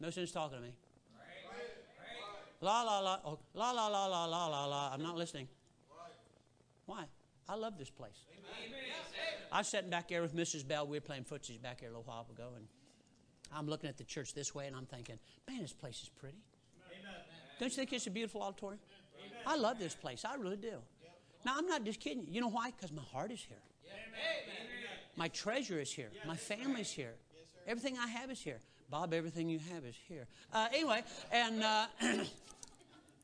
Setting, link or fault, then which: setting, large echoing room